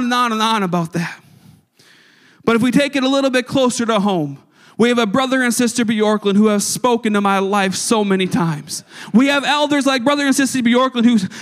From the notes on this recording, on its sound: a service recording from Connect Point UPC